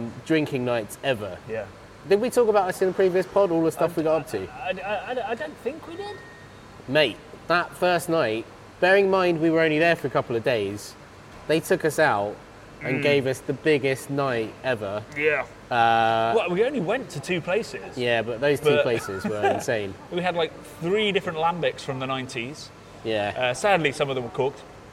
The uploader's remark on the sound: We're on location for this week's episode, as we come at you live from the Track Brewing taproom